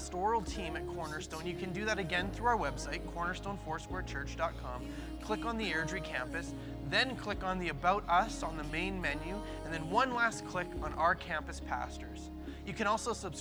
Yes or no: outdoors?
yes